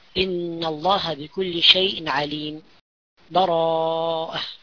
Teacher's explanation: هناك حالة ثالثة وهي السكت، أن أقف بين عليم وبراءة بدون أخذ نفس بمقدار، أهل العلم يقول حركتين تقريبا